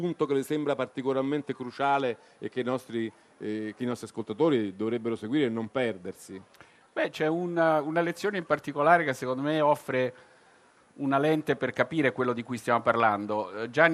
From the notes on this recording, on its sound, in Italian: Zapping in diretta dal Festival dell'Economia di Trento